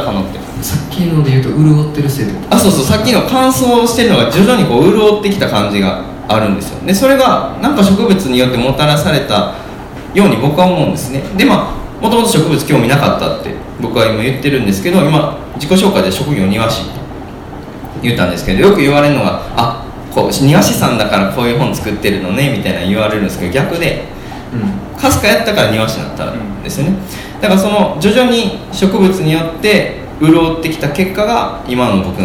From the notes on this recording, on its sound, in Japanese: 8/4に開催した『微花』×『つち式』のトークイベント（恵文社一乗寺店）の音声。